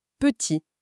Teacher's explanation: Il n'y a pas la moindre vibration de la langue derrière les dents pour faire un T. Le son s'éteint dans le vide.